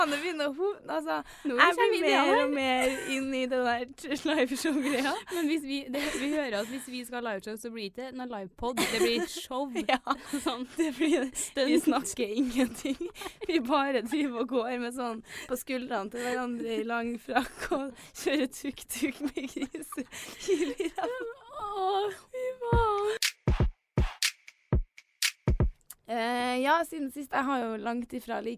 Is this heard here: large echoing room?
no